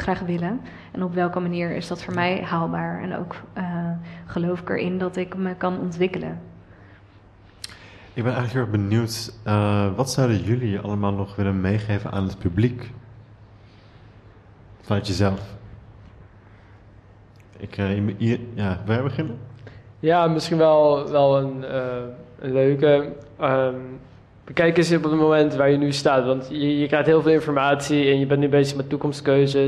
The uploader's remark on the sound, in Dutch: 1 Uur Over… is een live gespreksprogramma dat op 15 maart 2023 werd opgenomen in de Serre van de Botanische Tuinen in Utrecht